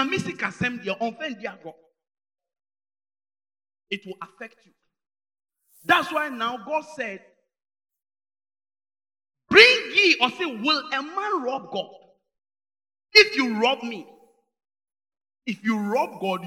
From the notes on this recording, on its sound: Preached at Inspiration Service at GSC, AKIM ODA, GHANA. Sunday Morning Service.